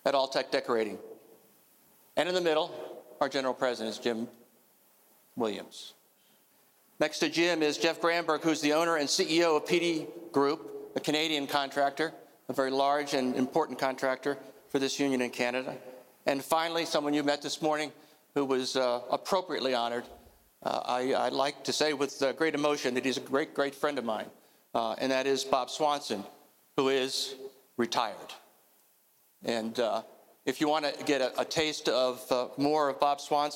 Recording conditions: live audience